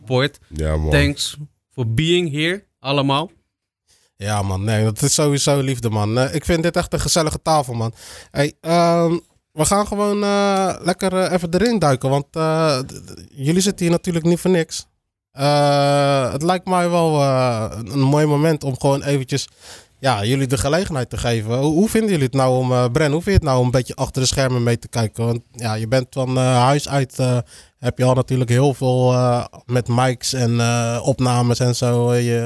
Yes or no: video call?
no